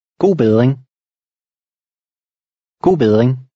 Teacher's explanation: the R is silent and the D is soft